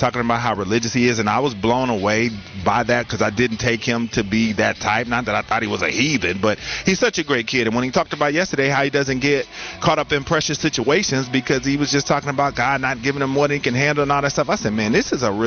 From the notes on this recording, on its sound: live from Spectrum Center for the annual Hornets Cornucopia event